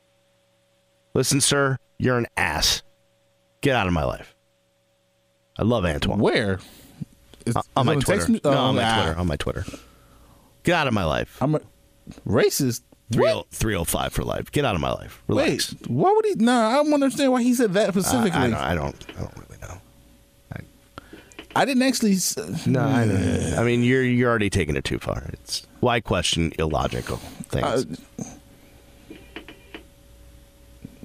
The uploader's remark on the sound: The show then slides off the rails as South Florida, both sides of it, call in to talks sports or whatever happens to be their minds at the moment.